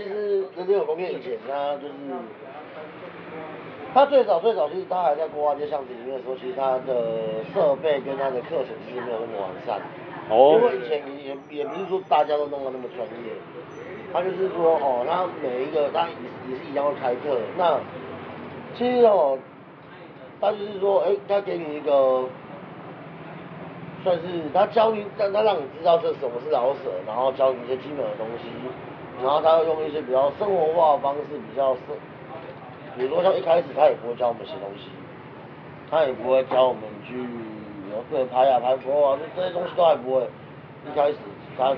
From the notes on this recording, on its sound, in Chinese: 錄音地點：台南 牽咖啡 Chen Coffee